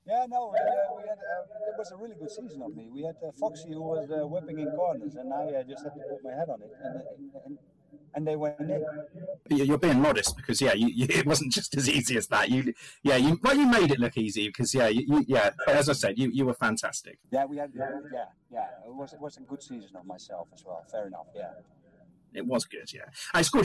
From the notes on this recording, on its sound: The audio is very poor. Had issues whilst recording but it does pick up.